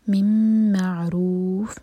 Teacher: یہاں مم معروف ادغام کریں گے غنہ کے ساتھ، مم کو ہول کرنا ہے